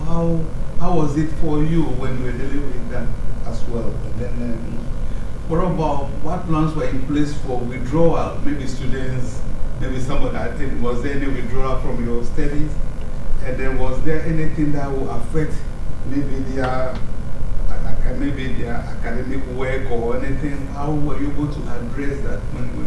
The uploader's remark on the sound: The Northern Mental Health Nursing Qualitative Research Forum. The following session was recorded at their second event on Thursday 13 October 2022.